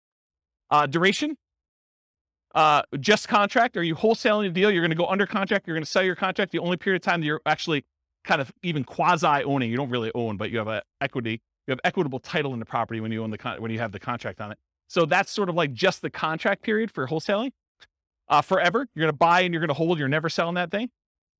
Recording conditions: live audience